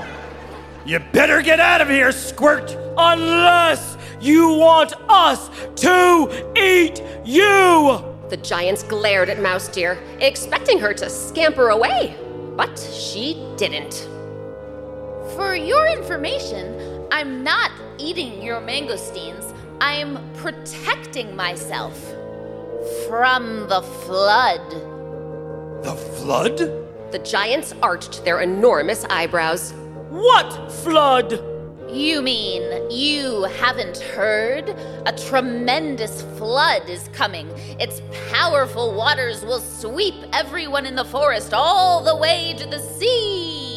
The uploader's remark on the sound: Recorded live